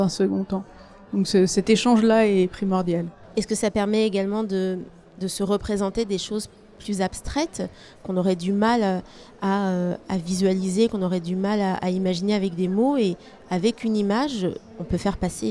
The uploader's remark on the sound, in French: Une émission enregistrée en direct des Utopiales